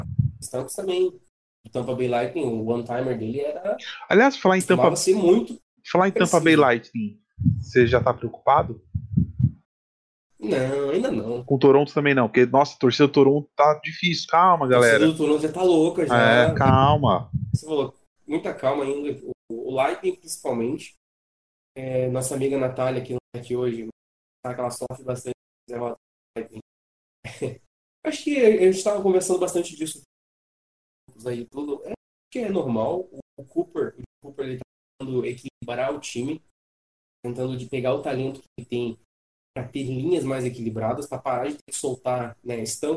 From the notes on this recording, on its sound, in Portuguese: Pedimos desculpas pelas falhas no áudio, infelizmente não houve tempo hábil para regravar.